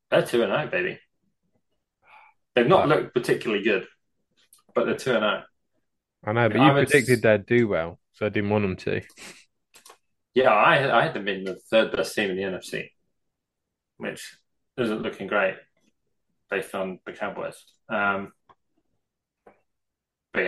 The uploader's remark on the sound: The audio quality on this one isn't ideal - sorry. Genuinely because I forgot to plug the mic in.